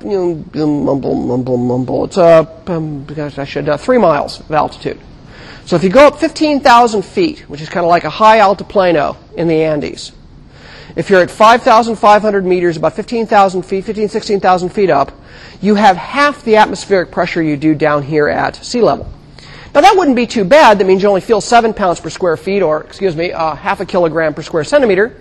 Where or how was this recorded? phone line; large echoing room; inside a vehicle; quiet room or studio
large echoing room